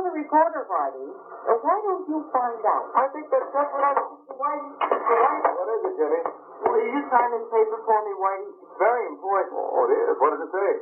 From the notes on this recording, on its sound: Audio quality is low on this one.